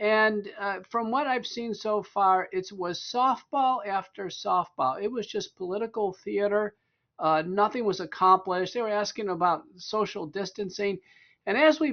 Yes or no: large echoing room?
no